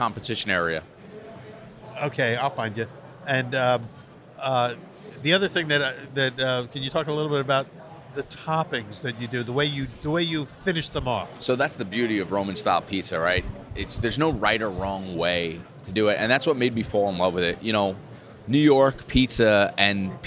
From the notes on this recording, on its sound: recorded at the Northeast Pizza and Pasta Expo in Atlantic City, NJ